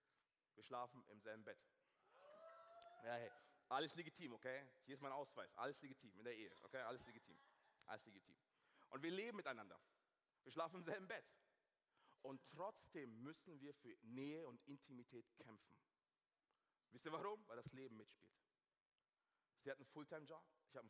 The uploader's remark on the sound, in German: aus unserem Gottesdienst